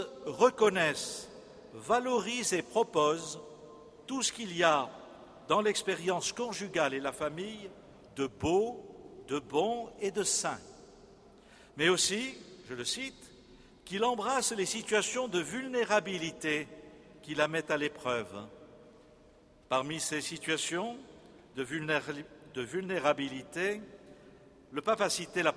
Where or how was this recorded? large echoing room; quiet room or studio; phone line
large echoing room